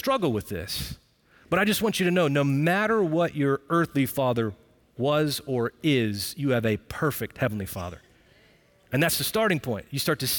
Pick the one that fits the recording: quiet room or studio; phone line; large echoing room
large echoing room